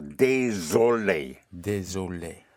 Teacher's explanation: The S between two vowels always has a sound of a Z